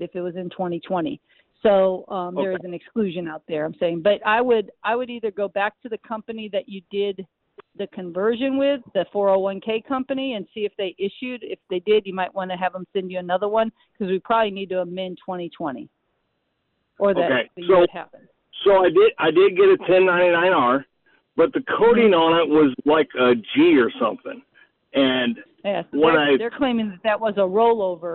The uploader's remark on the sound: Live from America's Music City. When we say live, that means you can jump on the phone and ask any question at all.